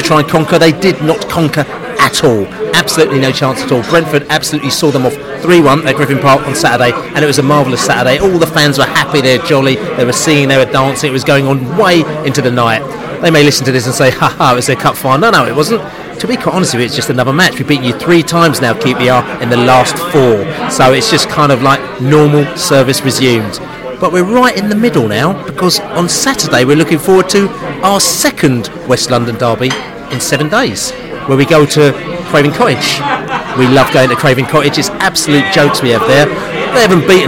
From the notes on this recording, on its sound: Pre-match podcast from the pub. Fans in the pub post QPR.